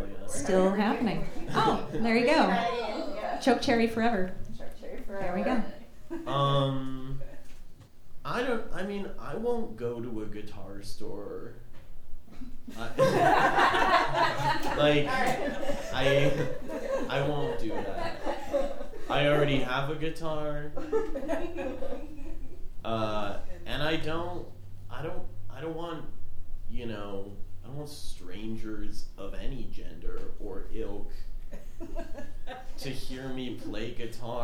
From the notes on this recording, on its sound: In front of a live audience at Caydence Records and Coffee. The night featured live performances, a lutherie demo, gear rundowns, a panel discussion, and audience Q+A!